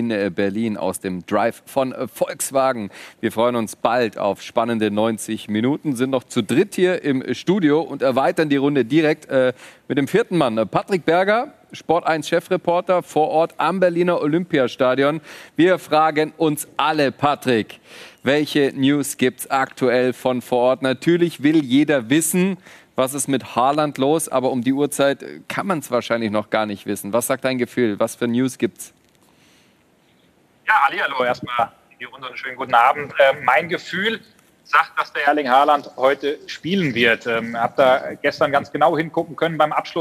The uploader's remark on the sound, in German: Die Volkswagen Tailgate Tour live - Mixed Zone! Dieses Mal als Warm Up vor dem großen Spiel. Neben Gesprächen mit Fans.